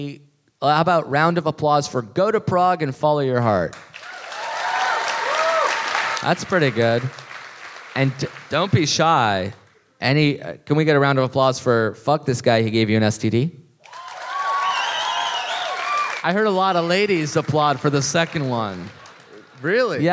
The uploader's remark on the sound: live in Melbourne!